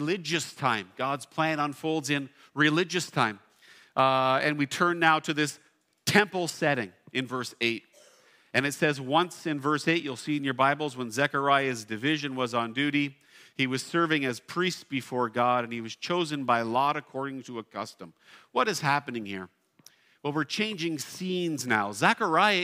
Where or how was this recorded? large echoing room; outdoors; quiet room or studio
large echoing room